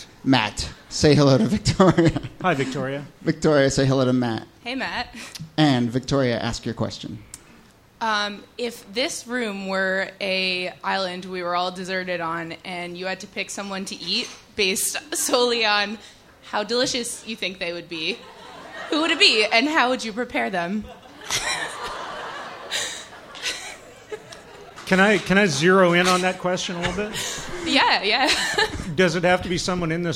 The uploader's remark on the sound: Ask Roulette is a conversation series in which strangers ask each other questions on stage. From our January regular show at Housing Works Bookstore.